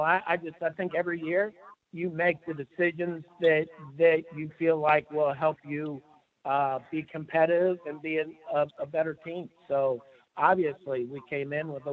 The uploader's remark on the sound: talks over the phone with the media